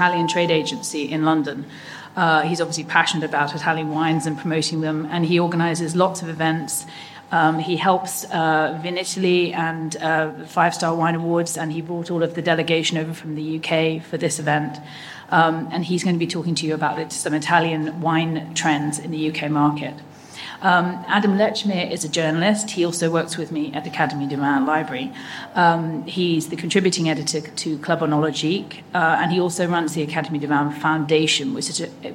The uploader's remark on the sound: We present the session recordings from the wine2wine Business Forum 2023. Recorded during the Forum held in Verona in November 2023.